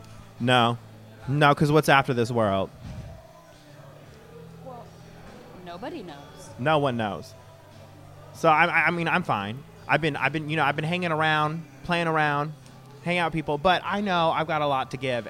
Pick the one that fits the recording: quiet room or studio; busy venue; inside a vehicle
busy venue